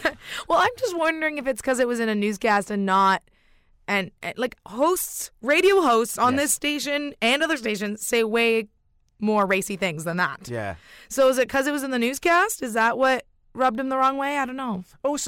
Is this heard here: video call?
no